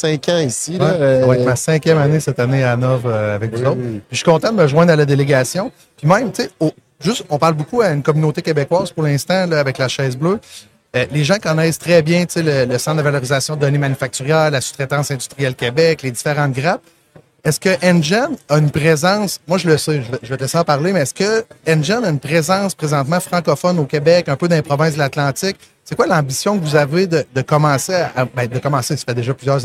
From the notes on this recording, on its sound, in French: En direct du N3 Summit Toronto.